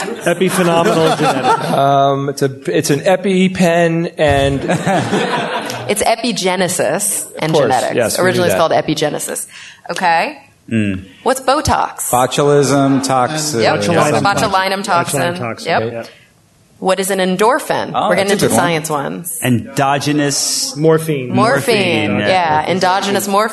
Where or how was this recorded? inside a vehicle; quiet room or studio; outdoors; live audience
live audience